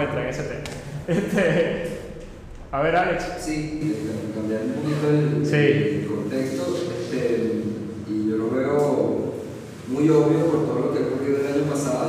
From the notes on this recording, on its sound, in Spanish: Nuestro episodio en vivo desde la ciudad de Caracas, donde hemos tenido la oportunidad de compartir una mañana estupenda con asistentes, desde los espacios de Synergy Vision.